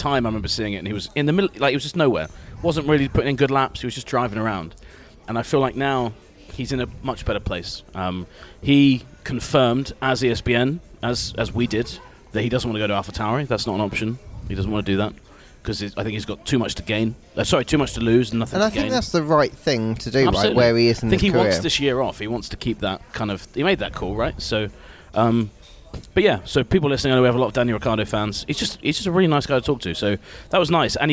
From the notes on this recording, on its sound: Live in Monaco. An in-person episode in Monaco, that was recorded to the background of pizza and beer.